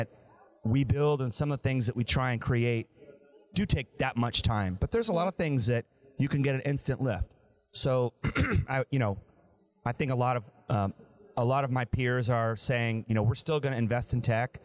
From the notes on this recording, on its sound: our conversation with industry thought leaders and experts at the Mortgage Bankers Association’s Annual Conference (MBA Annual 22) in Nashville, TN